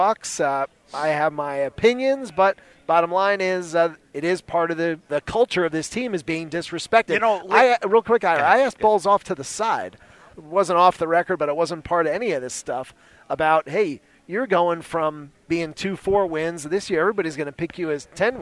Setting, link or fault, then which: setting, busy venue